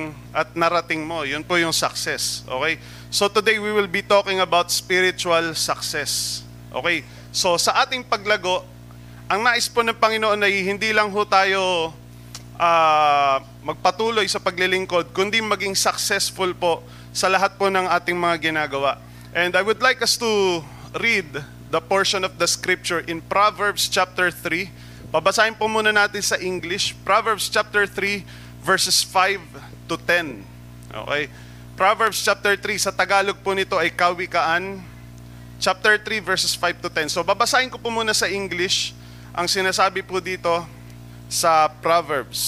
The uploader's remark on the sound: Recorded live at The Shepherd Of Faith Family Church on October 16, 2022.